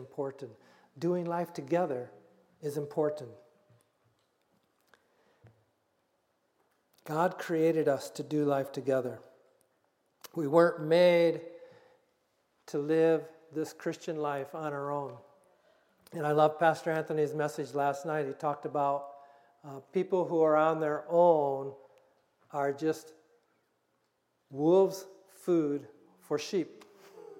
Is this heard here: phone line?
no